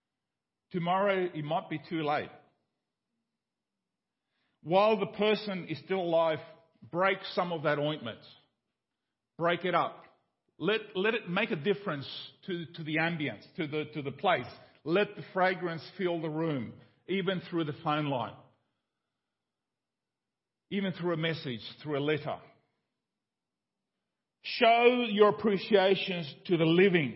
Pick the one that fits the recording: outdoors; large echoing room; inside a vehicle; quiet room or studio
large echoing room